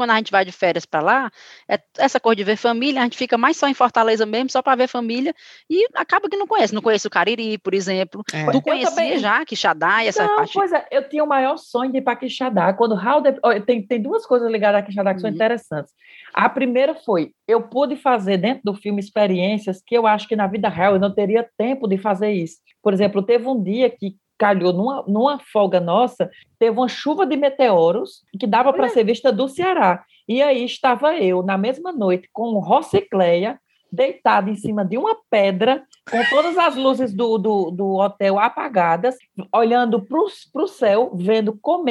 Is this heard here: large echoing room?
no